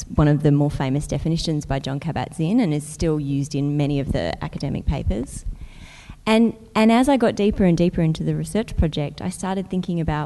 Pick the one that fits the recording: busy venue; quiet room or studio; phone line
busy venue